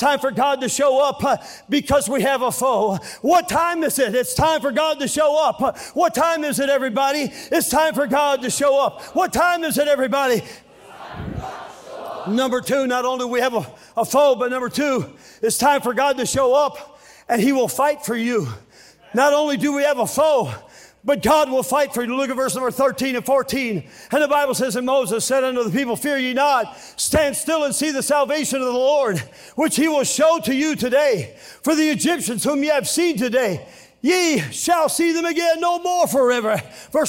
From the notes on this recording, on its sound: during the Tuesday Evening service of the 40th Annual National Youth Conference in Santa Clara, California